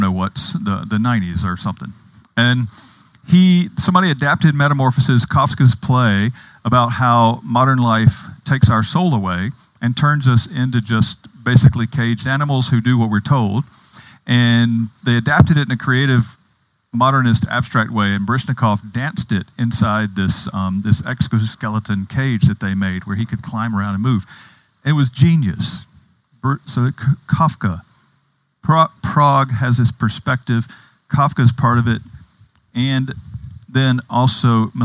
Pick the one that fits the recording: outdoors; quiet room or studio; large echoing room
outdoors